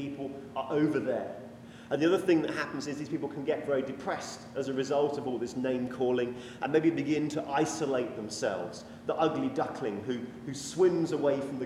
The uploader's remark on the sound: This sermon was preached when we were invited to speak at a 'mental health sunday' at a fairly traditional anglican church in yorkshire.